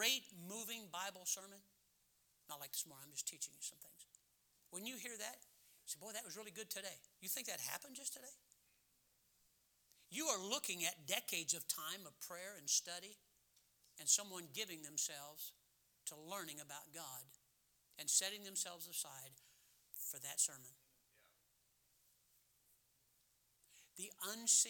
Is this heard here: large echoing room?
yes